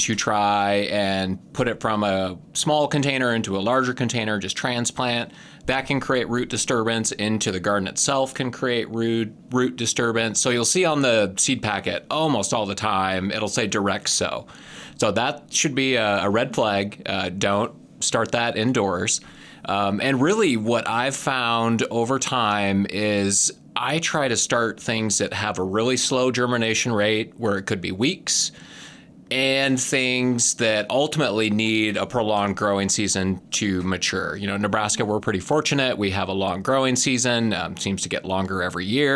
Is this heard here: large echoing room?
no